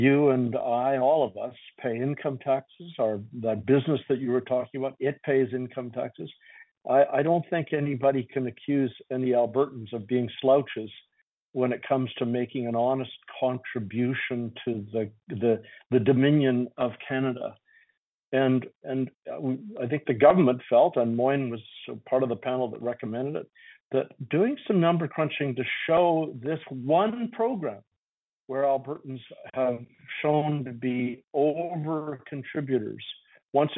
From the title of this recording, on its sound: Southern Alberta Telephone Town Hall